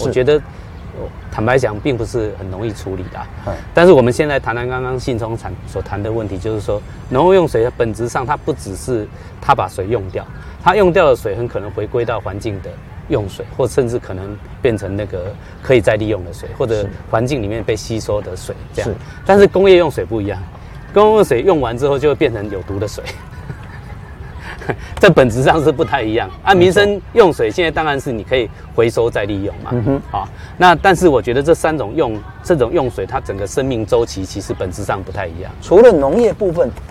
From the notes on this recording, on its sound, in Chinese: 雲林古坑乾旱現場。